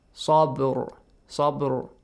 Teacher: And if the letter ra has a sukoon and the previous sound, that there is a fatha, again, you produce ra. A heavy sound.